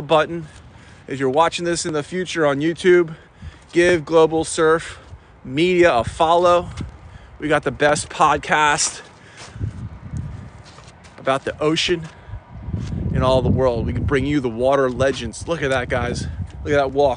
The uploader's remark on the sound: A live TikTok beach monologue from the scenic sunrise at Wrightsville Beach. In this episode, I take you on a live journey through TikTok, capturing the mesmerizing sunrise over the ocean. The discussion intertwines with live photography, capturing the breathtaking moments of the morning.